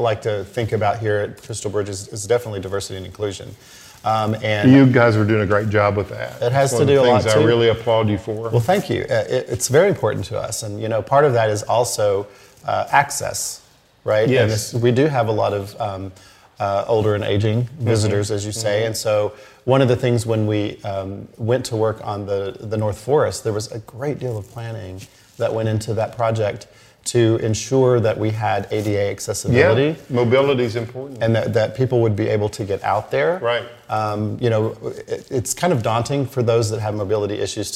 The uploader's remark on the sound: Live from Crystal Bridges. This podcast was filmed in front of a live audience in one of the museum’s many glass reflection areas, highlighting the natural surroundings, as well as the art and architecture.